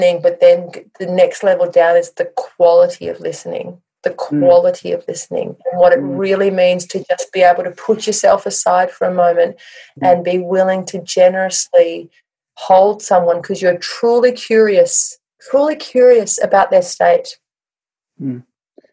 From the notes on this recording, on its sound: joined us in the Zoom room this week